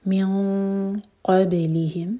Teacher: قاف کے لیے اخفا کریں گے، ہیوی اخفا ہوگا